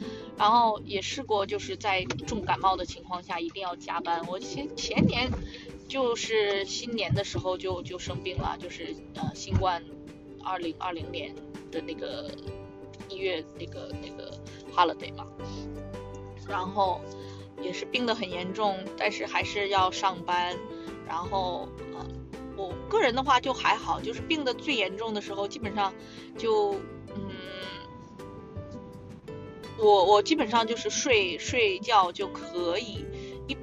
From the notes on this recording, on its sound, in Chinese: 还是一如既往的渣音质。不剪辑！